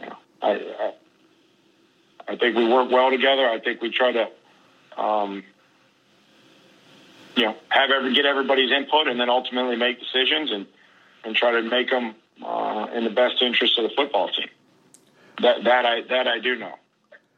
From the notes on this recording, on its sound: conference calls with the Nashville media